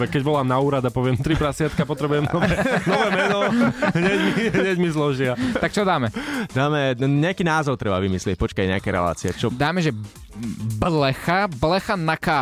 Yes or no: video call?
no